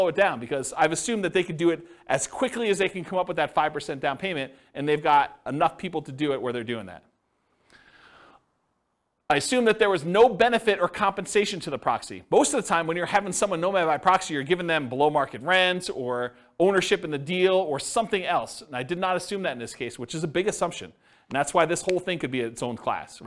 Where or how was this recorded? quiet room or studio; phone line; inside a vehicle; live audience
live audience